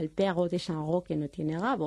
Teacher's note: En francés, la vibrante, esta R, suele ser gutural.